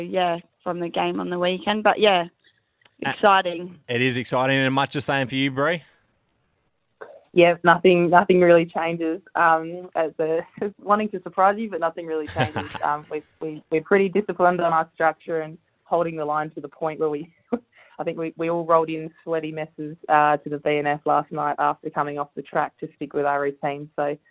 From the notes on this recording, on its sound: Phoned to chat.